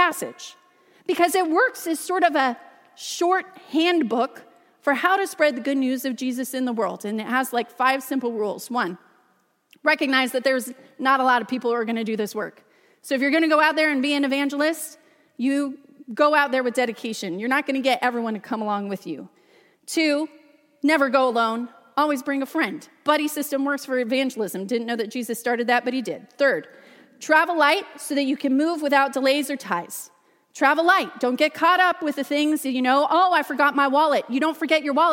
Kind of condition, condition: setting, large echoing room